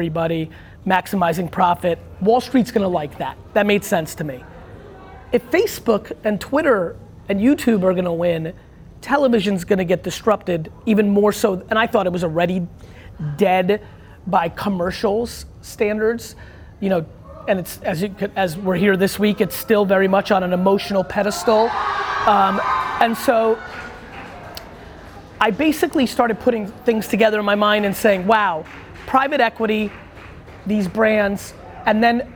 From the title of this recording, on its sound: Keynote & Q&A With Young Creatives at Cannes